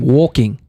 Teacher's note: You swallow your L's.